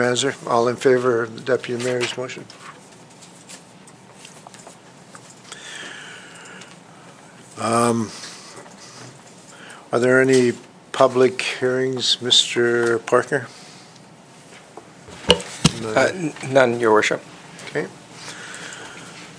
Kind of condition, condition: setting, large echoing room